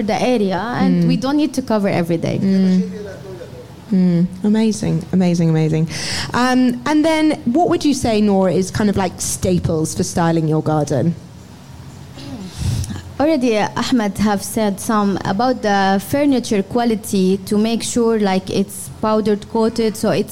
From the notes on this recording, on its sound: We hosted this as a live podcast at Suncoast.